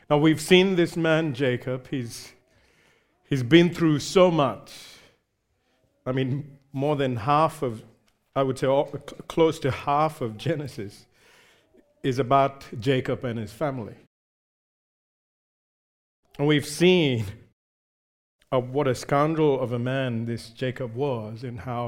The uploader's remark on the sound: recorded live at Grace Community Bible Church